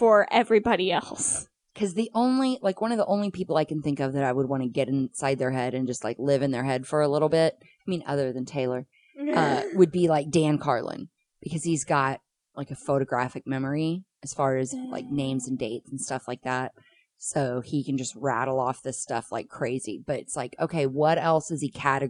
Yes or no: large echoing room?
no